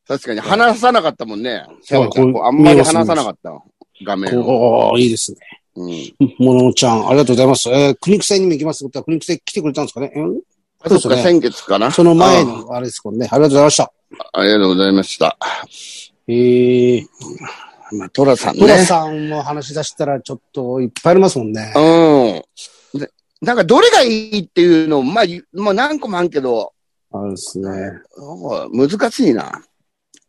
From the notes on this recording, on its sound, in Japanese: ZOOMで収録